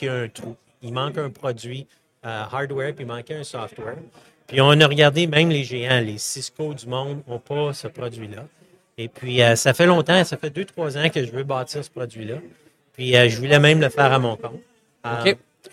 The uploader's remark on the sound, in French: En direct du Hardtech à Toronto.